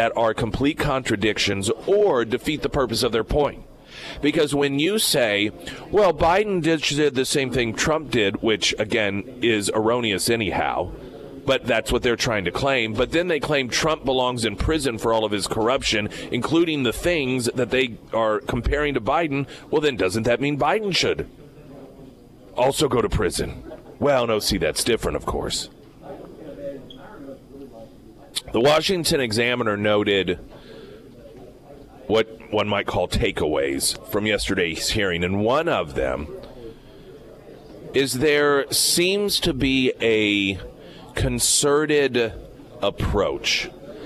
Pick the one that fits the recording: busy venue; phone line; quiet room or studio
busy venue